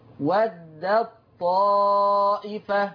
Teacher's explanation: دخلت التاء في الطاء · Term: إضغام